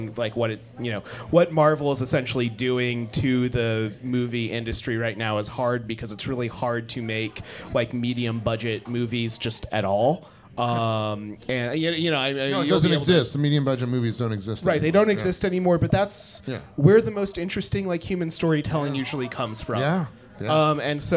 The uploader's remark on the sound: Boston SciFilm Fest Panel. This episode of the podcast was recorded live at Orleans Restaurant in Davis Square as part of the 44th Annual Boston SciFi Film Festival .